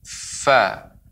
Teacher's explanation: fa bibir bagian dalam menempel dengan gigi seri atas · Term: huruf fa